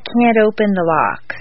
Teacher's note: Make the negative can't sound very short and stress both can't and the verb.